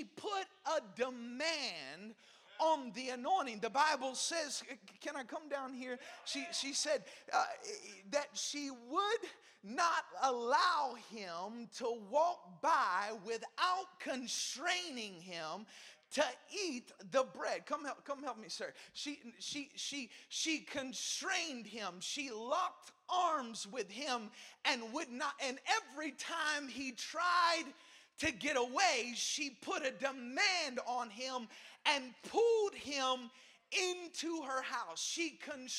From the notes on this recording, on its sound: Preached at Cornerstone Church in Salisbury, NC!